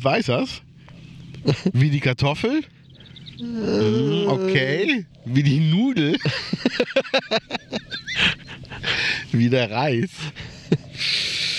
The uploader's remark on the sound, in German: nach Ruppichteroth begeben und die Aufnahme draußen auf einer Bank gemacht.